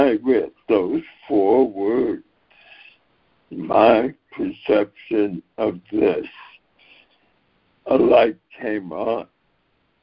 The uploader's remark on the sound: ACIM Daily Conference Call.